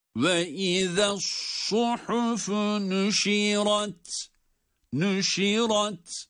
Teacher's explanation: Nüşirat. Ra kalın ta ince.